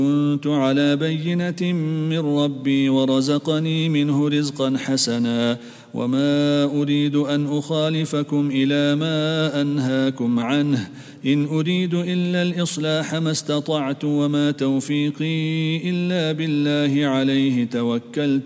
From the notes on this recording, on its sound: at the Houghton Masjid (West Street)